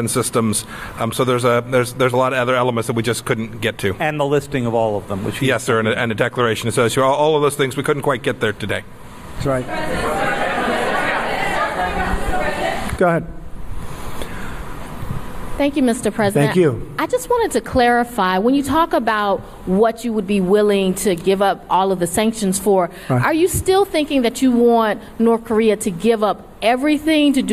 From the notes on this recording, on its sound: News Conference in Hanoi after Summit with Kim Jong Un.